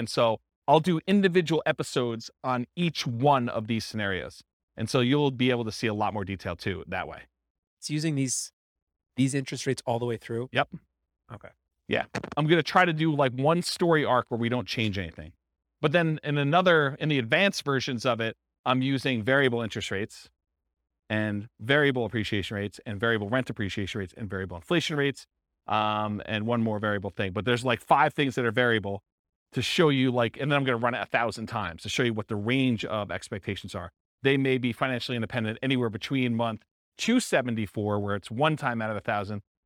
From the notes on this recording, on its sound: This was a live class recorded